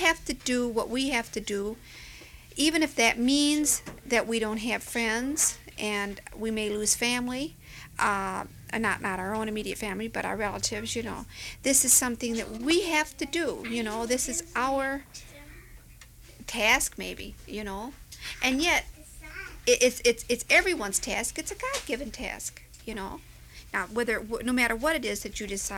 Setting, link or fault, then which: fault, sounds in the background